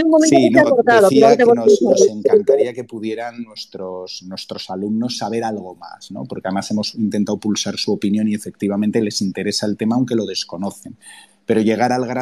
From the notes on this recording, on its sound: Sala de audio de la SEFH en Twitter (Twitter Spaces)